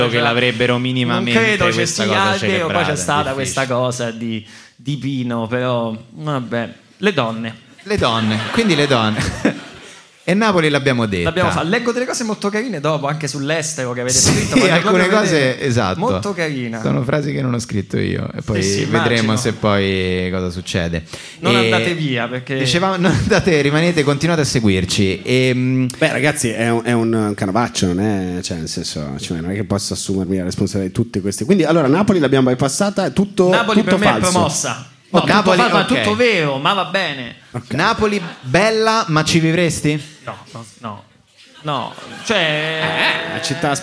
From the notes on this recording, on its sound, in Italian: direttamente dal vivo al Monk di Roma